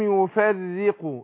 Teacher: الراء هنا مرققة عشان مكسورة · Term: الراء مرققة